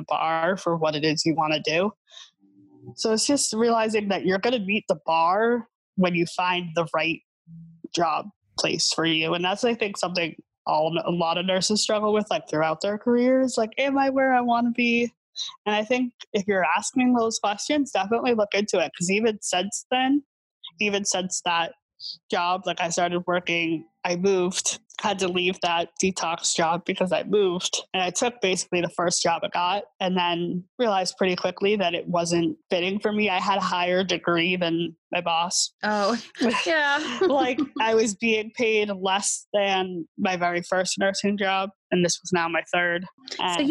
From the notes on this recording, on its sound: Recorded with Zoom Web Conferencing. Edited with Adobe Audition.